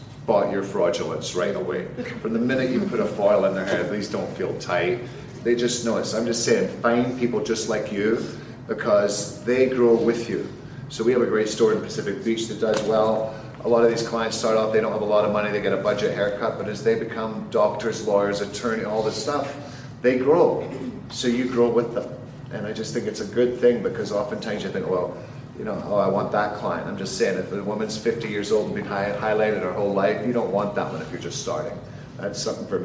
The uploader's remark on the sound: LIVE FROM KCS GATHERING 2019